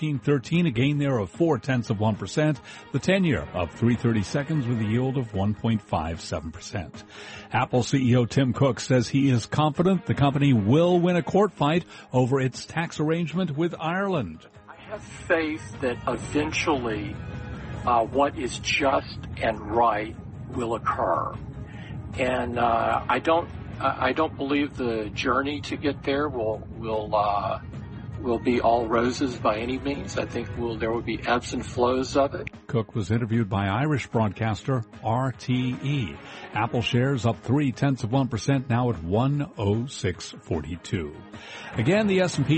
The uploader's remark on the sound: Live from the 2016 US Tennis Open.